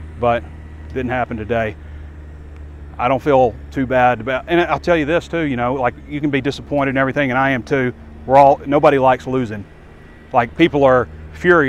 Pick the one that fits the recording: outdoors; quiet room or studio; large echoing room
outdoors